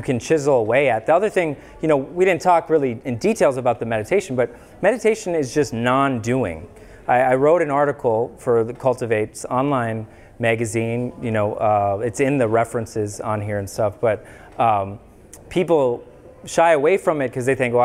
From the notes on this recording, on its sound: Public Lecture in Mankato, MN. This episode is a recording of a free public lecture.